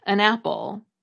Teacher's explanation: According to the Oxford English Dictionary, it comes from the Old English word for one, which was pronounced something like on. However, when the word wasn't stressed, the ah vowel was shortened, so that an was pronounced more or less as un, as it still is today when we're not talking about it as a word, like I am here, an apple.